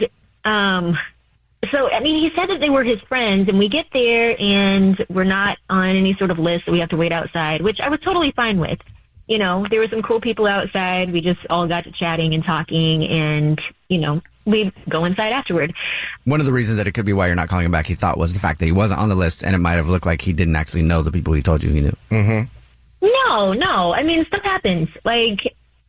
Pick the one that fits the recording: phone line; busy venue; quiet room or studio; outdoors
phone line